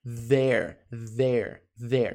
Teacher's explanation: Então, there, Z com a língua presa